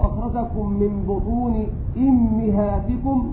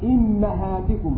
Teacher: إذن بكسر الهمزة لحمزة والكساء، أما الميم تكسر لحمزة فقط، وباقي القراء قرأوا بضم الهمزة وفتح الميم أمهاتكم في المواضع الأربعة.